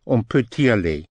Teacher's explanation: The T can be pushed over to the vowel or to the E.